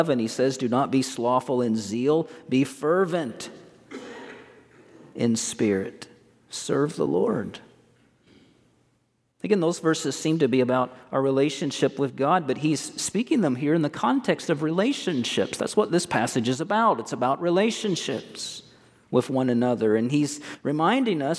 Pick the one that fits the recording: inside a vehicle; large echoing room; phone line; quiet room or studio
large echoing room